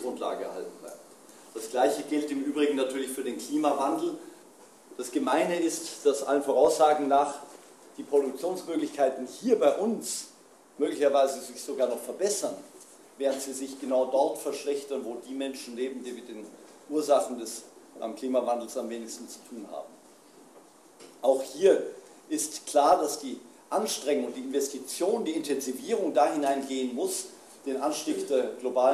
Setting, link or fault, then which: setting, live audience